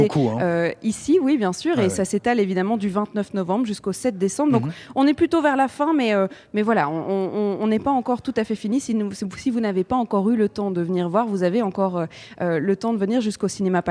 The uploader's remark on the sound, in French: de 14h à 16h depuis le Cinéma Palace, où a lieu le Festival Cinéma Méditerranéen de Bruxelles.